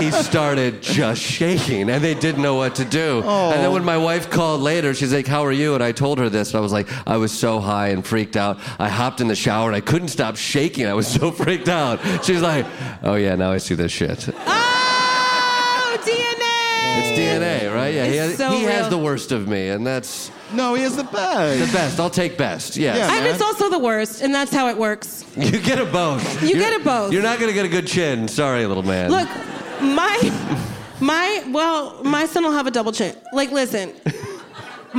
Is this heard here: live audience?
yes